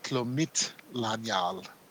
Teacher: The stress is on the M-I-T, accent on the I.